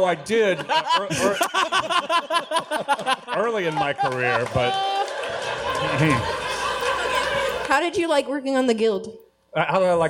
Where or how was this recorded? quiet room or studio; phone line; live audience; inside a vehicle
live audience